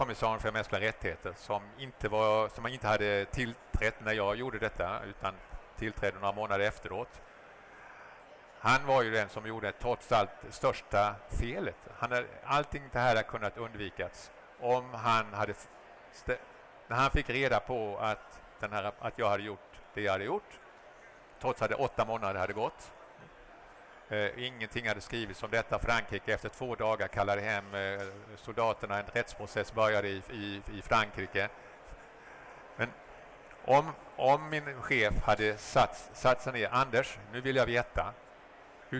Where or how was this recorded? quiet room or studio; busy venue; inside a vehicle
busy venue